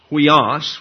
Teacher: huios is pronounced huios with the accent on the second syllable, and consequently the first Greek letter in the word is the upsilon, or what we would call the U.